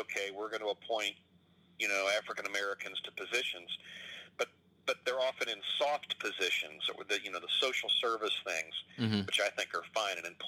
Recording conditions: phone line